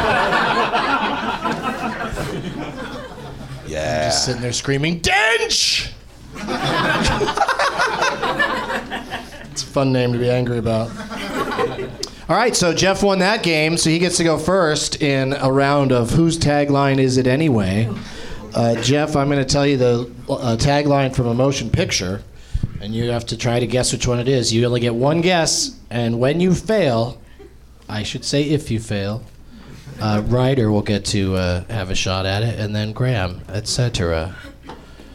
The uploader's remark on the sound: Live from the NerdMelt Showroom in LA